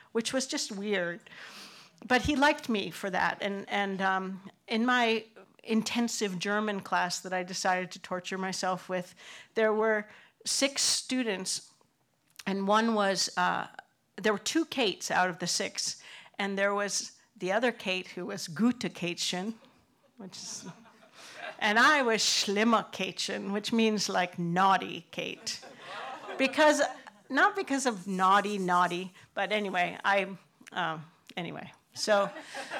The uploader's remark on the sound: These stories were recorded in front of a live audience on October 20th, 2018 as part if the annual Day of the Dead Festival at Pilgrim House in Provincetown, Massachusetts.